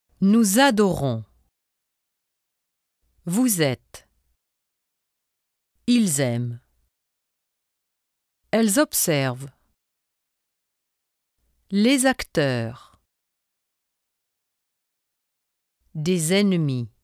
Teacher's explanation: The final S of subject pronouns, nous, vous, il, elle, and plural articles, les, des, is pronounced z before a vowel. · Term: liaison